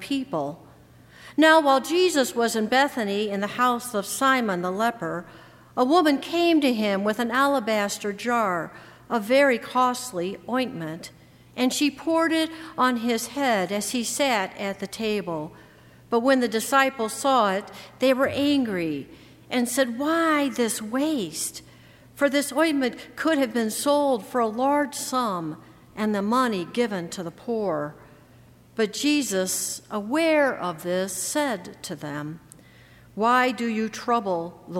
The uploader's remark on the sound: during the 7:00 PM service on Thursday April 18, 2019, at First Presbyterian Church of Arlington Heights, Illinois